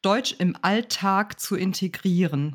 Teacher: Da haben wir 2 lange Vokale, einmal Alltag und integrieren. Ja. Wobei du das Tag nicht ganz so lang ziehen musst, weil die Silbe nicht akzentuiert ist.